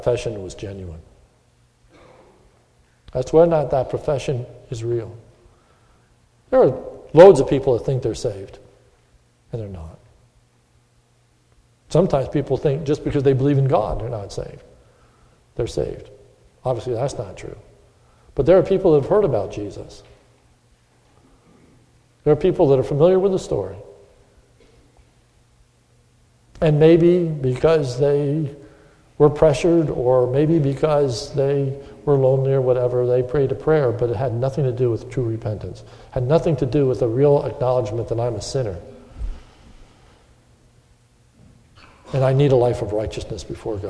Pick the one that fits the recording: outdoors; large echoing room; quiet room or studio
large echoing room